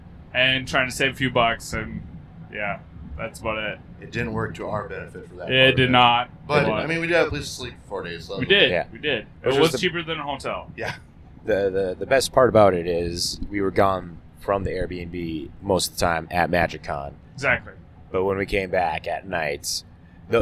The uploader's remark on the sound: Driving Back From MagiCon Minneapolis